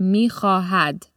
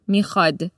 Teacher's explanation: Because the middle H sound has been dropped, the word ends in a vowel · Shown in: second take · and therefore it adopts the formal ending, mi-khad.